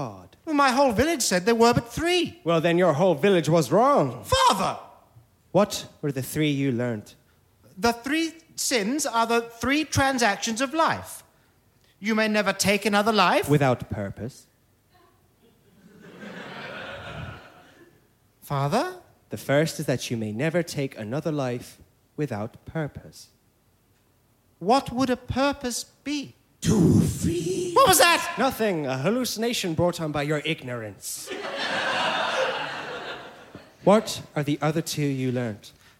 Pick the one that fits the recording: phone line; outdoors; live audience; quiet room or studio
live audience